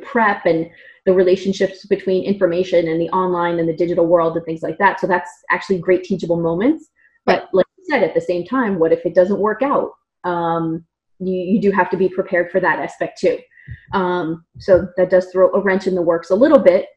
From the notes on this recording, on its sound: NOTE: It's not your speakers! We had some technical difficulties recording this episode and we are sorry for the choppy audio!